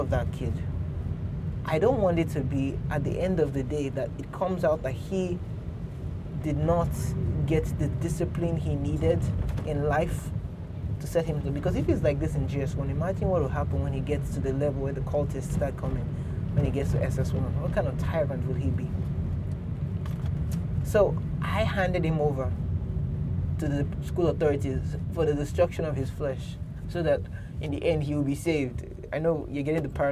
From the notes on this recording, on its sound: Today, we will be taking a drive to church (literally, I'm recording in the car).